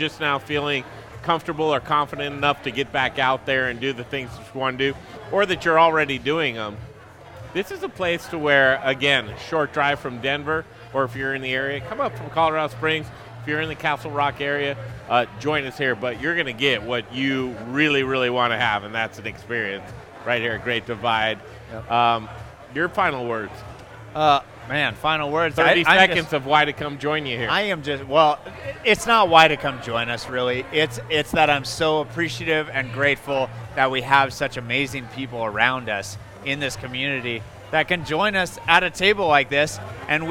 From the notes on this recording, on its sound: We're talking Colorado restaurants from the patio of one!